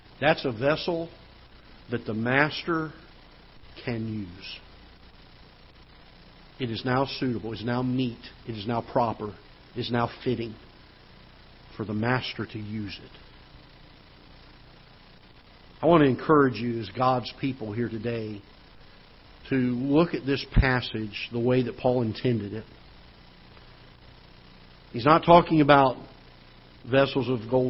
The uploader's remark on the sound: Ketha Heights Baptist Church ~ Live Broadcast